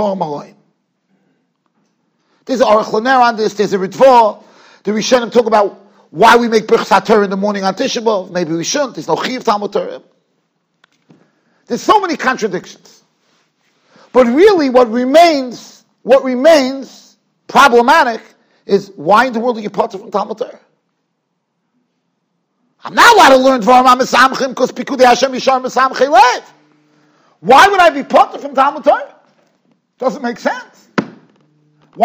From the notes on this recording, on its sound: Shiur recorded in Yeshivas Ohr Reuven, Monsey NY.